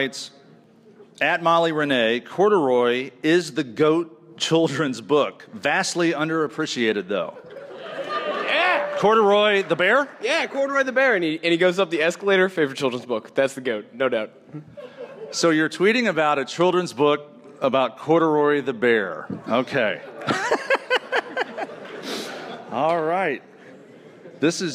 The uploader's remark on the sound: Join us with our live studio audience at the University of Memphis.